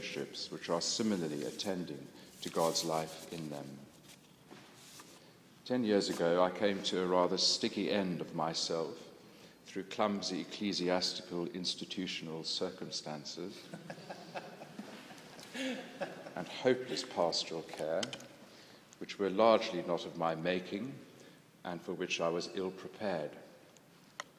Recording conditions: large echoing room